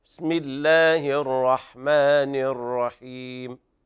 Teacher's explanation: بسم الله الرحمن الرحيم، بدون مد الهاء في لفظ الجلالة.